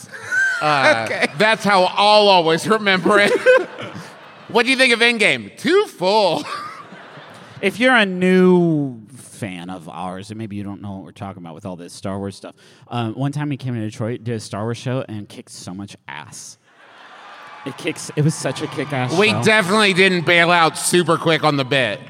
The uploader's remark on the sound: Live from Detroit, MI, it’s our best show ever for no reason at all.